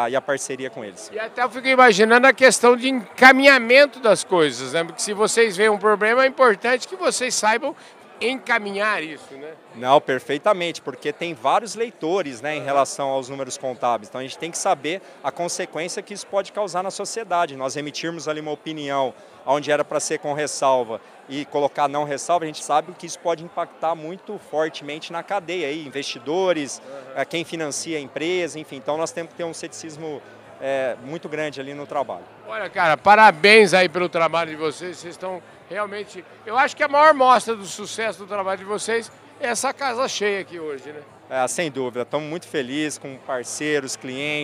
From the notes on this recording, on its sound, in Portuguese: Prosa gravada durante a Festa dos 30 anos da Companhia, que reuniu em Ribeirão Preto mais de 500 pessoas da prateleira de cima do agro.